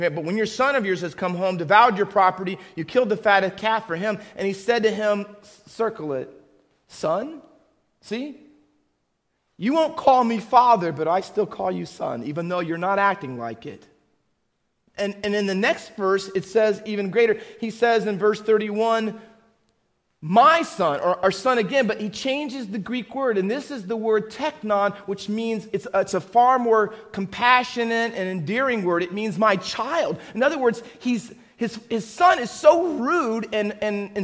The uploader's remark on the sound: Faith Baptist Church in Hamilton, NJ.